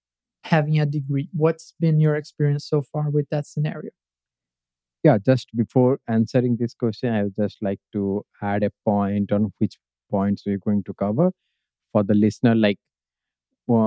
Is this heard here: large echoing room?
no